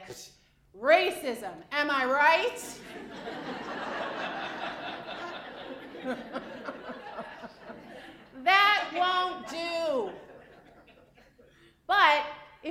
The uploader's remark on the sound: Live in Omaha. As the keynote presentation for Human Resources Association of the Midlands Diversity & Inclusion luncheon.